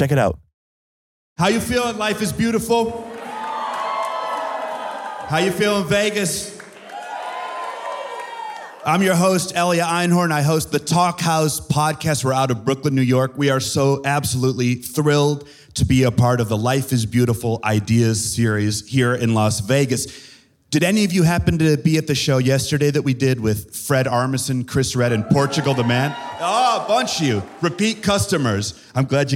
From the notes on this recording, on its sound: We put on two live Talkhouse tapings as part of their comedy lineup. We also hosted a live talk under the fest's Ideas banner. Today’s show was recorded at Life Is Beautiful. At Hook and Fade Studios in Brooklyn.